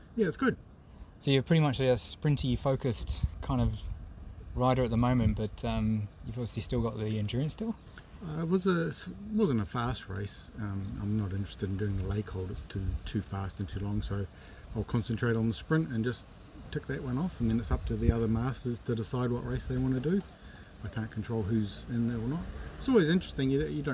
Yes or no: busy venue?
yes